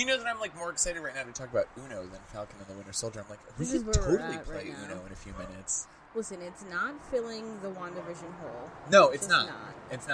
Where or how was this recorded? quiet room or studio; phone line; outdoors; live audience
outdoors